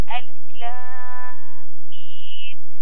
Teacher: معنا غنى في كلمه الف لام ميم، لأنه بلتقي ميم ساكن مع ميم متحرك إدغام متماثلين، لابد من تطويل الغنة